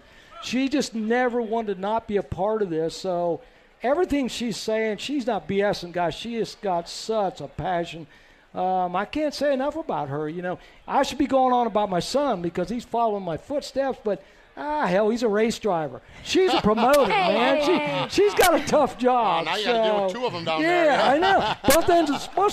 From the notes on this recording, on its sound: Winged Nation Live from the 5-hour ENERGY Knoxville Nationals